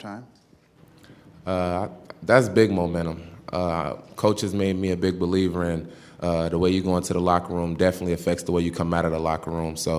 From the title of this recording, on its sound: Press Conferences & Post-Game Interviews